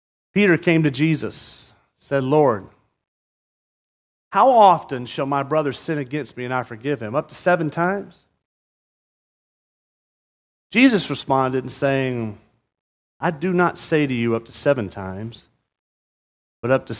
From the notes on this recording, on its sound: at Murrieta Valley Church in Murrieta, California.